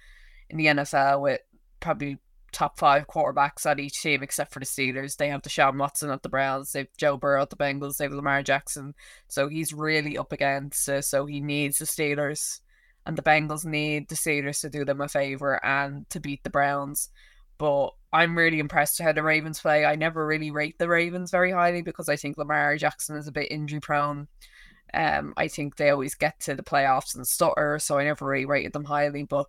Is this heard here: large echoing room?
no